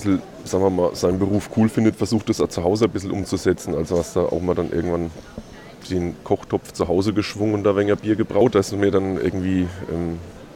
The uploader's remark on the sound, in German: Live vom Rhöner Wurstmarkt